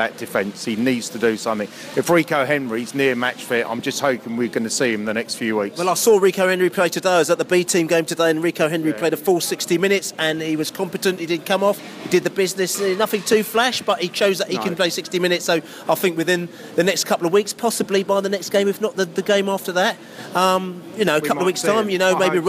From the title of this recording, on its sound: post-match podcast from the car park